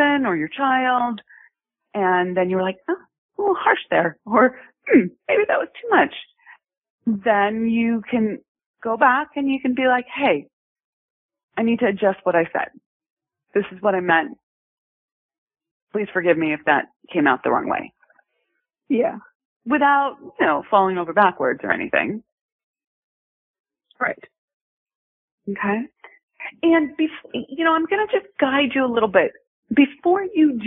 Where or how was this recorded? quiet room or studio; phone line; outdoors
phone line